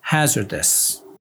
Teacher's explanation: The position of stress is at the beginning of the word. Hazardous. Vocabulary item number 8.